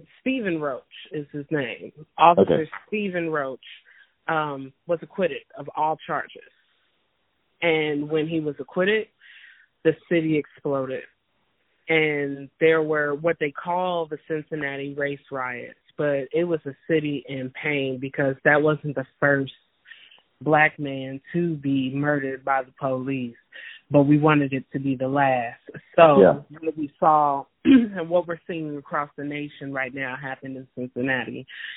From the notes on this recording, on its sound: talk via telephone